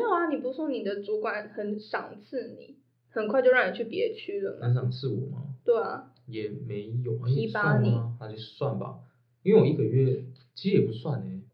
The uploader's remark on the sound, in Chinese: 音量也越來越大。耳機用戶可能會因我們收音設備不足導致收聽品質下降。